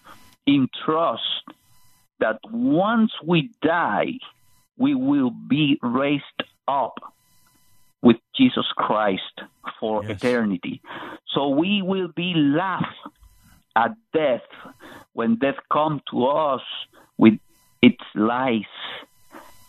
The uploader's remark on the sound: Lots of precious saints called in today